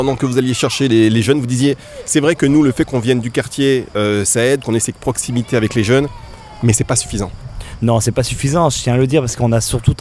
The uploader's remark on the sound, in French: Un Parole Partagée à Nice hors les murs en direct du Stadium quartier des Moulins avec l’association PES mais également les associations Sécurité Sociale Sportive et ADSEA.